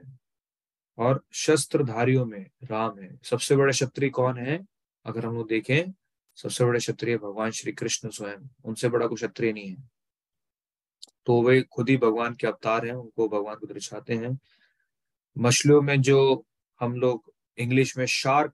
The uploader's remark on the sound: Zoom recorded session